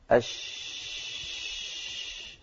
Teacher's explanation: ينشأ الصوت من وسط اللسان ويمشي إلى مقدمة الفم. عند مقدم الفم الصوت ينقسم 3 أقسام. · Term: التفشي